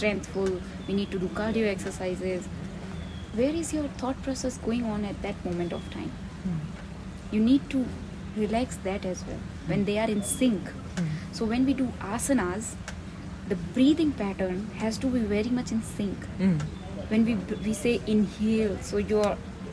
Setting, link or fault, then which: fault, sounds in the background